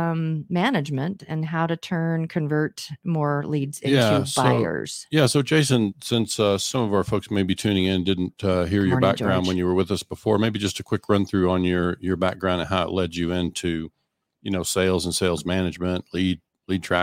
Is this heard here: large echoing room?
no